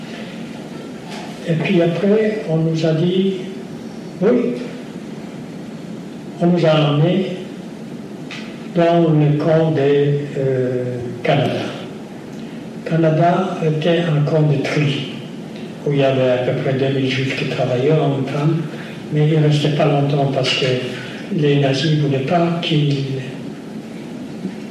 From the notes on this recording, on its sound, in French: Lors de cette conférence. Répond aux questions de l'assistance.